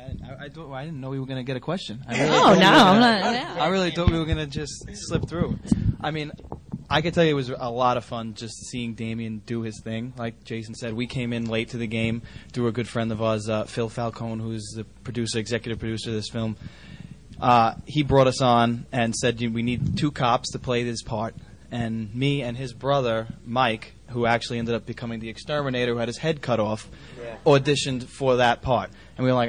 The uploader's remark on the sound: Pop Rock n' Horror Convention | Gettysburg, PA.